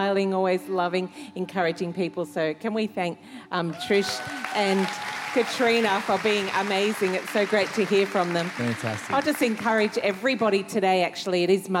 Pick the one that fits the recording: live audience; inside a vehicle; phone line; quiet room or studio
live audience